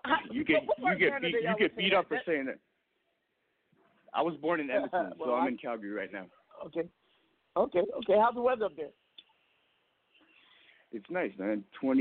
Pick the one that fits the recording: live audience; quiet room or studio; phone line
phone line